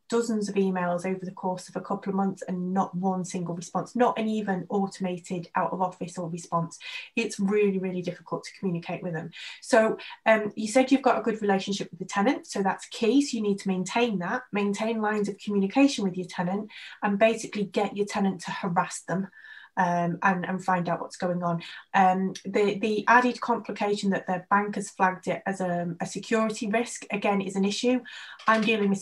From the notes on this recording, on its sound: Our podcasts are usually recorded live at our weekly online meetings and broadcast around the world! Over at Profitable Pain-Free Property 2021.